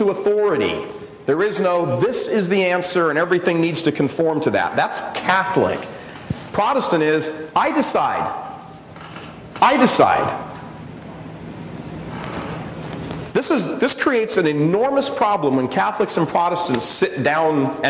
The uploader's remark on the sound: gives a talk at the Spirit & Truth Conference in Dubuque, IA in 2010